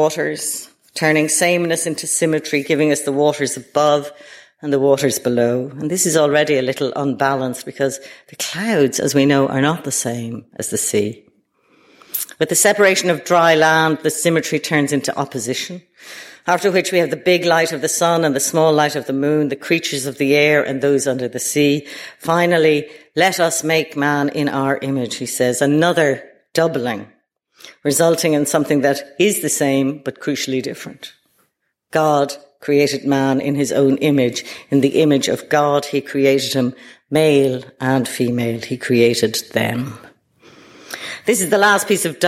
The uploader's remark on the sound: delivered at the British Museum